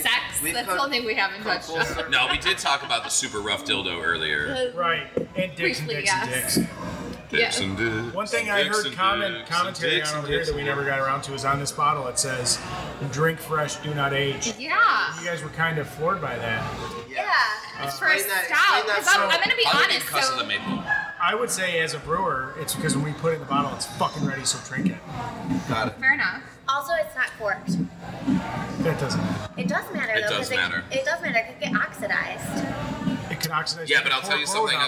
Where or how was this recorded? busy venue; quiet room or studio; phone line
busy venue